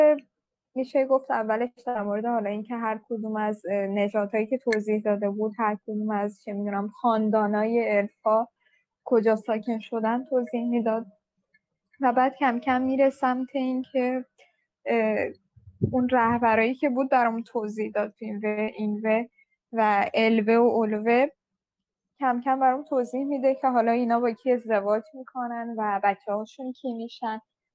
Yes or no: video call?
yes